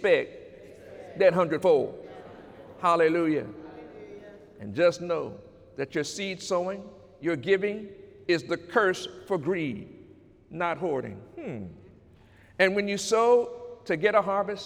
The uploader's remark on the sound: During Sunday morning service on November 4, 2018